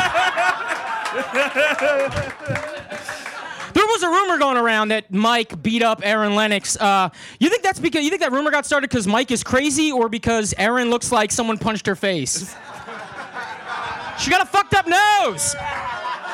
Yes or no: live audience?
yes